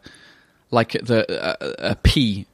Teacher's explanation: Because you're using both of your lips, so bilabial, and it's a plosive because it makes a an explosion. · Term: bilabial plosive